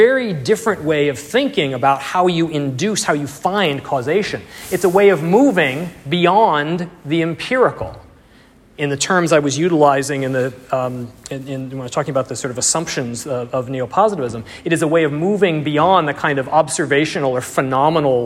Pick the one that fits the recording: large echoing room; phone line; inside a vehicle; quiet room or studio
large echoing room